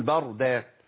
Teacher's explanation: الراء هنا ساكنة مفخمة ليه؟ لأنها ساكنة بعد فتح على طول.